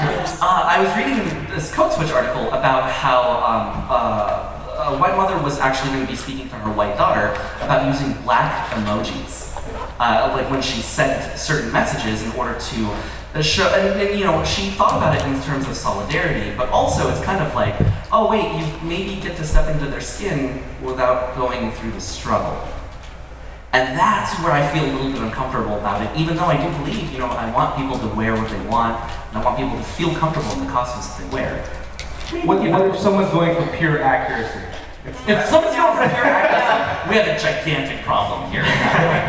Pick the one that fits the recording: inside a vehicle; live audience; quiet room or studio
live audience